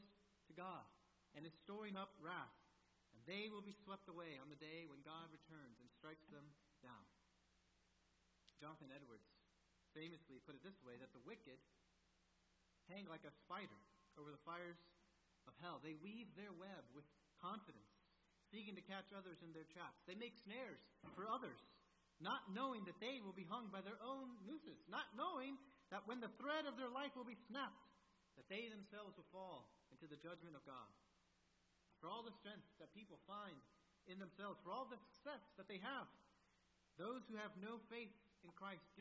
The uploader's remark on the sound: At First Baptist Church in Delphi, Indiana. Is an evangelical church in Delphi, Indiana.